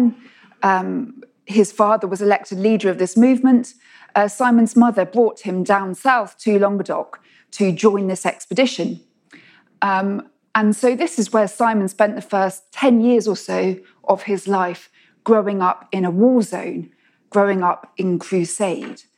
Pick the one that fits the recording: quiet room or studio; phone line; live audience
live audience